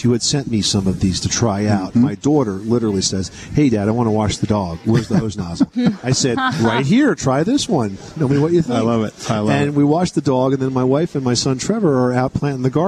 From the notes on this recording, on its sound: We are coming to you today from the 2013 National Hardware Show in Las Vegas.